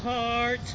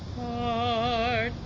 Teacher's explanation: we want more of a dentalized D sound rather than a hard T sound · Shown in: second take